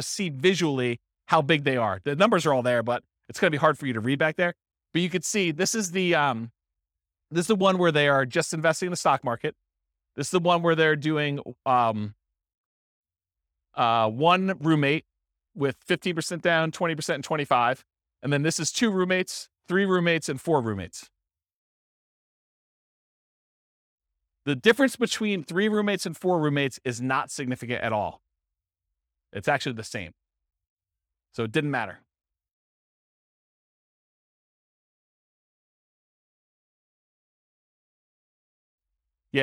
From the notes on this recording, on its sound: This was a live class recorded